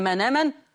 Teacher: طب اللي بحتها بدل مغير بالنقر، هي مش من آمن، بشيل الهمزة وباخد حركتها نقلها على النون · Term: بدل مغير بالنقل